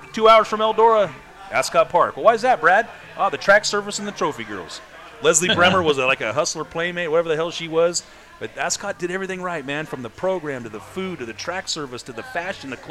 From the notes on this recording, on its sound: The guys are in Knoxville, Iowa for the 62nd annual Knoxville Nationals. We are LIVE at the One Eleven Public House in downtown Knoxville.